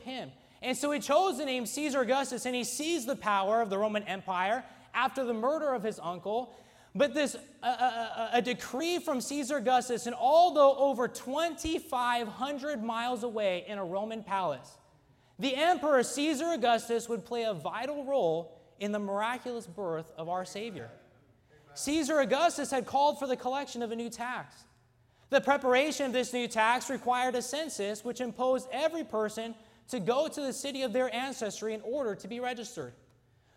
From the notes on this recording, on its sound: during the Wednesday Evening service on December 6, 2023, at North Valley Baptist Church in Santa Clara, California.